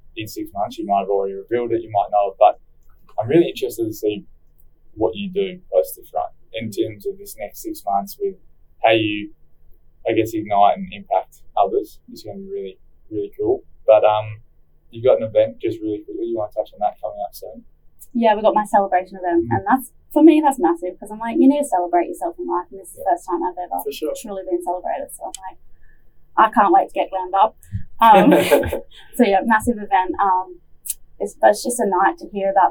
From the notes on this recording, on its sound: Apologies for the sound quality = had some technical difficulties